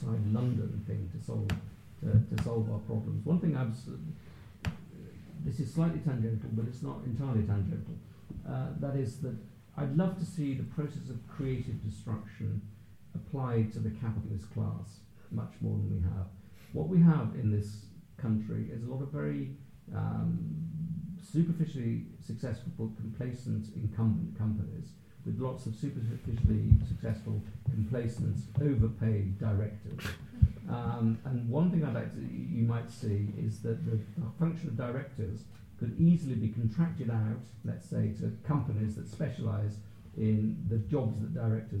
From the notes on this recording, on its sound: A recording of the most recent CapX Live event. Came to CapX HQ to talk about his new book.